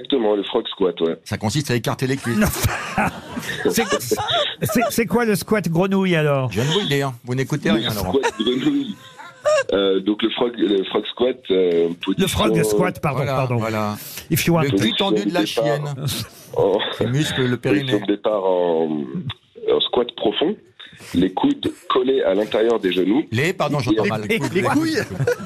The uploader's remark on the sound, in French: Était au téléphone des Grosses Têtes.